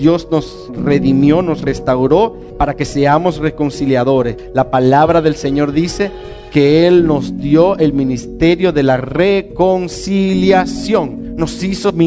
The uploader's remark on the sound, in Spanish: una enseñanza impartida en Casa de Vida